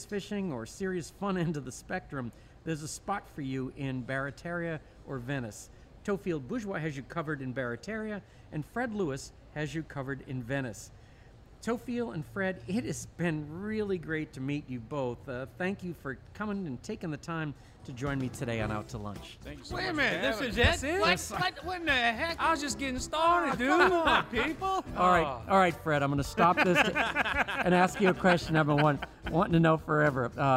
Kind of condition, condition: setting, busy venue